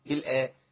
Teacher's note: الراء عندي مفخمة ملهاش دعوة بالخاء المكسورة، الخاء المكسورة ضعيفة.